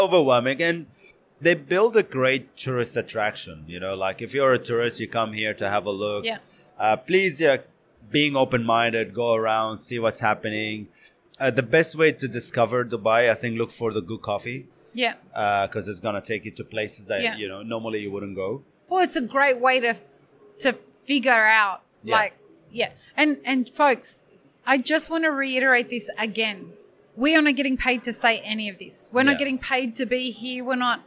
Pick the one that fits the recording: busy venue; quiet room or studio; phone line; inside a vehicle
busy venue